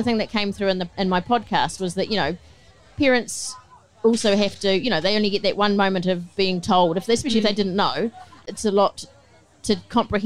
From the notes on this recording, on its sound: Live at Big Gay Out 2023.